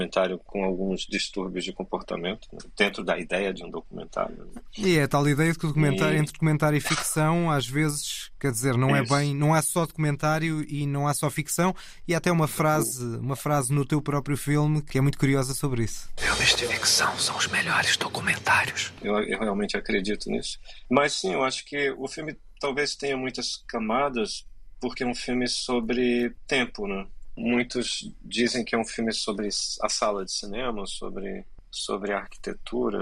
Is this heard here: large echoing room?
no